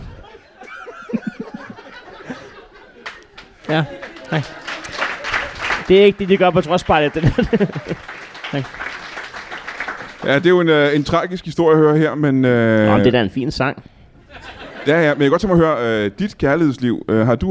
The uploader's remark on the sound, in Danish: LIVE fra Ramsømagle